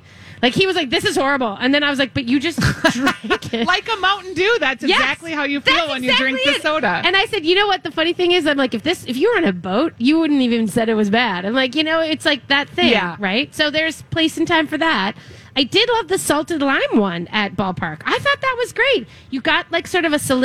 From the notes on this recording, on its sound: LIVE at the Fair! Weekly Dish broadcasts live from the MN State Fair!